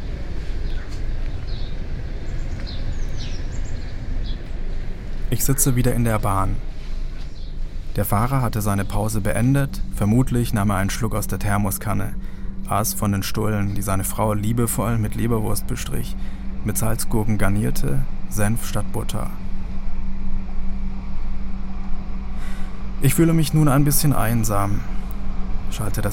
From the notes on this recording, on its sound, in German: Die Straßenbahnen fahren im Minutentakt durch die Häuserschluchten, nah an der Kante des Schweriner Sees. Meine Eindrücke kommentiere ich. Live per Audio Handynachricht.